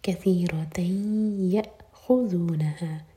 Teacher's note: تین ادغام غنہ کے ساتھ تو میک شور کی ناک میں آواز جائے اور دو سیکنڈس کا ٹائم دیں, کثیرتین یأخذونها، یا ہمزہ پر کٹ آف ساؤنڈ لیکن قلقلہ · میں آواز جائے اور دو سیکنڈس کا ٹائم دیں، کثیرتین یأخذونها، یا ہمزہ پر کٹ آف ساؤنڈ لیکن قلقلہ نہ ہو